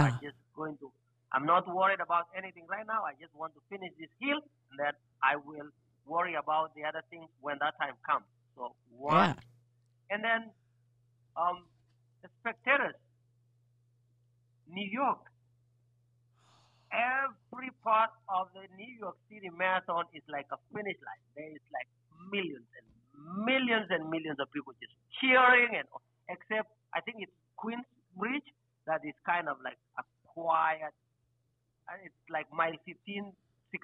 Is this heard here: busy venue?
no